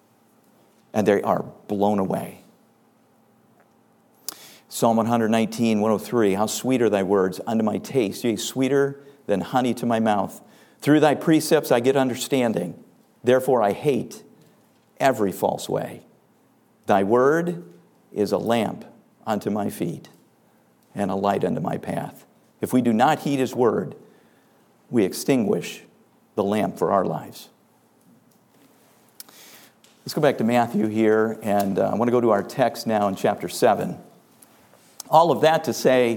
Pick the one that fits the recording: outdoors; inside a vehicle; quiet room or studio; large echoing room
large echoing room